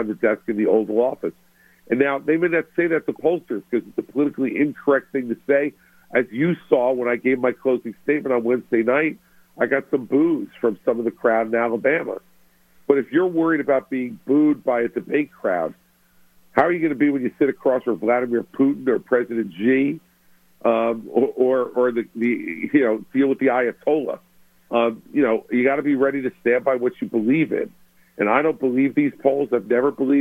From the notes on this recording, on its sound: Called into GMNH.